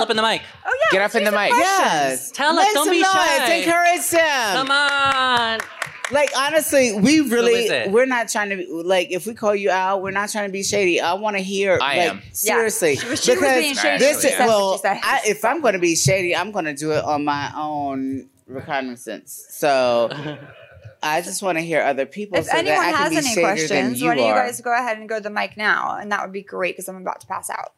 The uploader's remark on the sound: Live at RuPaul's DragCon 2019!!! Recorded in front of a live studio audience.